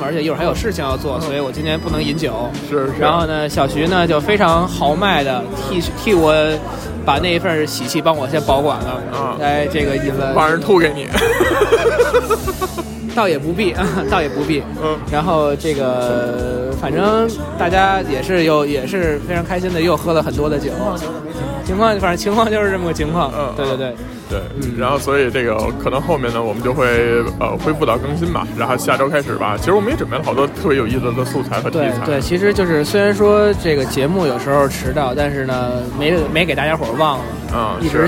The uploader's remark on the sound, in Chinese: 婚礼现场。